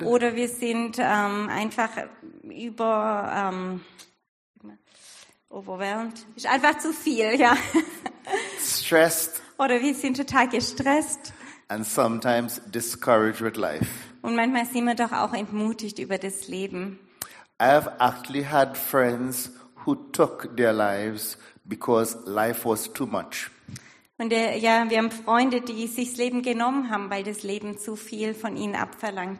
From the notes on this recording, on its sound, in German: Predigt der Sueddeutschen Gemeinschaft Ditzingen.